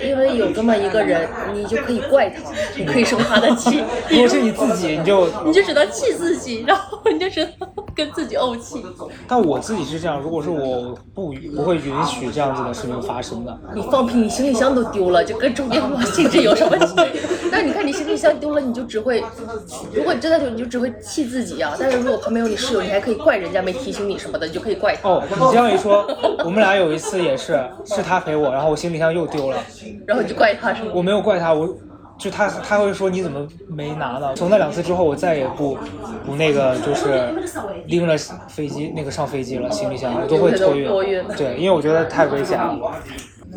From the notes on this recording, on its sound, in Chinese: 本期是上周出差上海，赶高铁前临时在咖啡厅录的，所以背景音略微嘈杂。